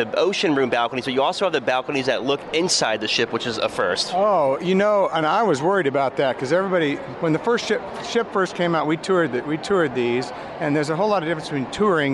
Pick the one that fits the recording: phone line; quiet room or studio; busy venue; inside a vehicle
busy venue